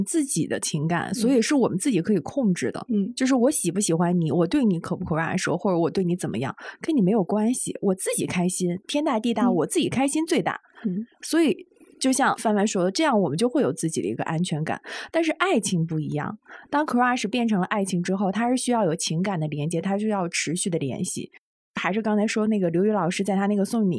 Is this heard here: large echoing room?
no